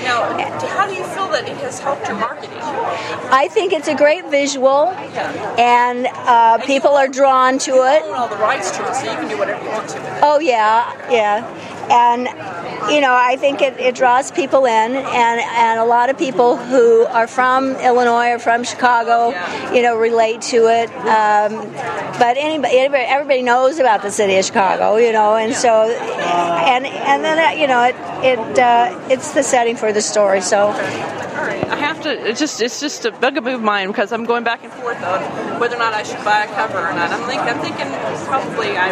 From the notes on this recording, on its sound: Chatting with some Indie Authors at the 2017 Tucson Festival of Books.